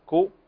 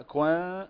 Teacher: طيب، فننتبه أن نحقق هنا الإظهار، نحقق عفوا تحقيق الضم كو، وكذلك الإخفاء كون، ونضم الشفتين مرة أخرى في النطق بالتاء كنتم، فتضم الشفتين عند النطق بالكاف وتأتي بالإخفاء